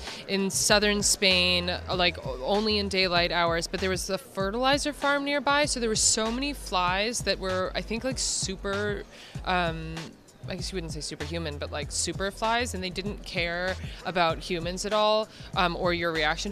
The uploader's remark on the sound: the film’s San Diego Comic-Con 2019 press conference